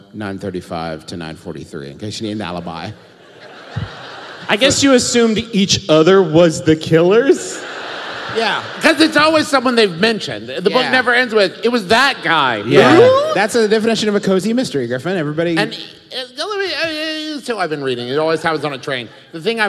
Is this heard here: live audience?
yes